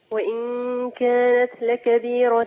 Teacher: أنا بخفي النون عند الكاف